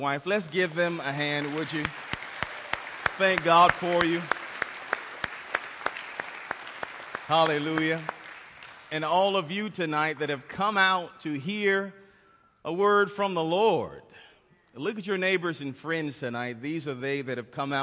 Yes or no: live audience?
yes